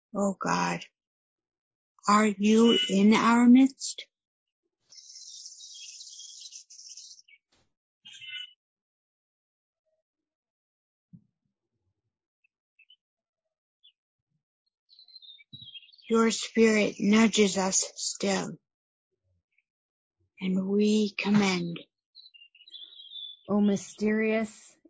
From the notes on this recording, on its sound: recorded it long-distance but were able to share the sounds of nature, being serenaded by the birds